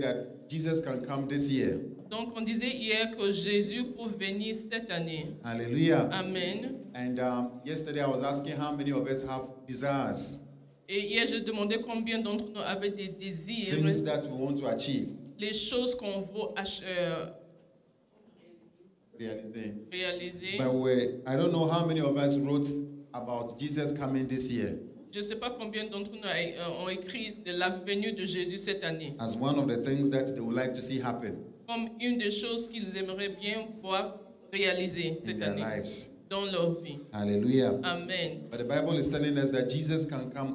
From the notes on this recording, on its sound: Preached during Joyful Hour Sunday Service